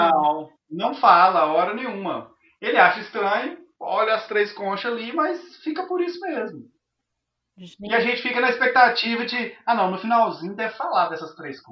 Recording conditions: poor sound quality